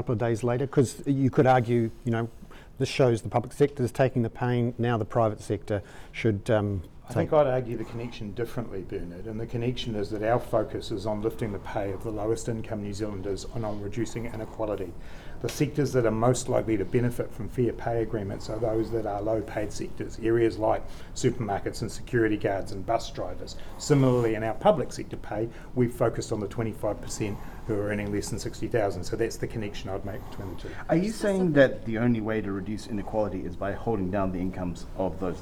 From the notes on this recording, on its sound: Was part of the ‘stand-up’ news conference held shortly after. I’ve included our questions and answers in the audio above.